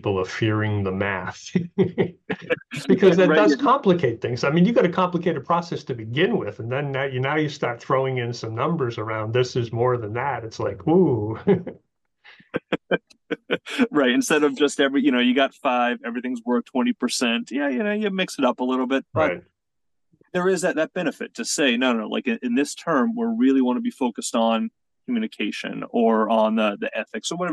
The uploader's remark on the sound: We had our conversation virtually via Zoom